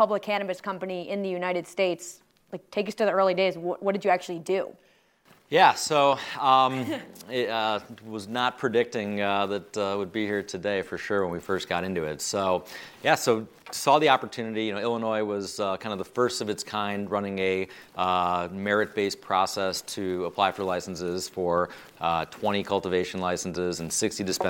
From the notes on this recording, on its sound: They recorded this episode live at MJBizCon, one of the biggest cannabis conferences in the industry.